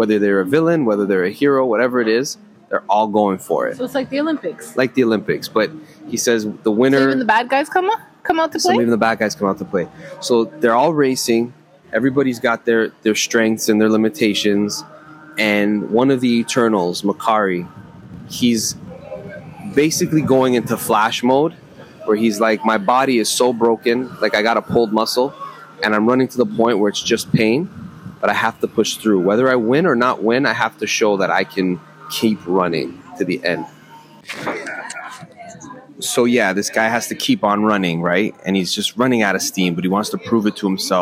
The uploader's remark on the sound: brought their mics to the beach, this time in sunny Jamaica and recorded a series of episodes